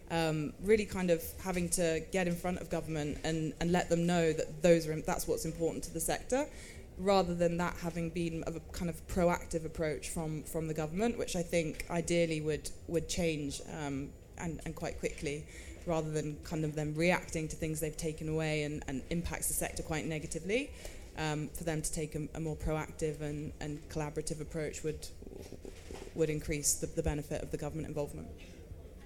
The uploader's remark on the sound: recorded live at MIPIM in Cannes